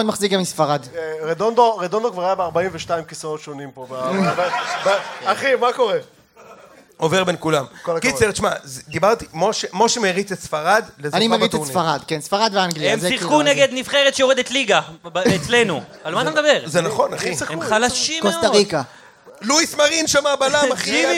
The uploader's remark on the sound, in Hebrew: הפרק שהוקלט מול קהל במהלך מסיבת המונדיאל הראשונה של ציון 3 – אנחנו שיכורים, סורי.